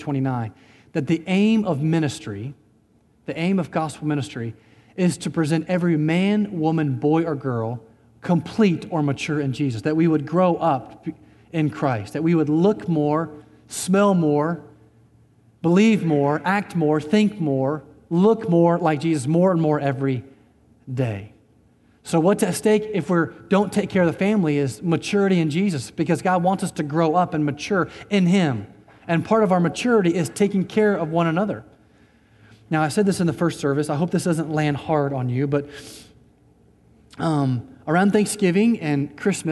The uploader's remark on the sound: Recorded on September 1, 2019 at Graceland Baptist Church in New Albany, Indiana.